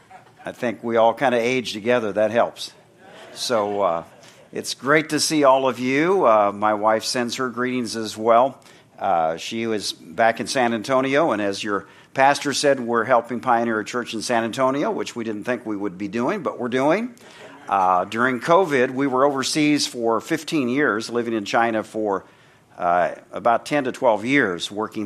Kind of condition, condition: setting, large echoing room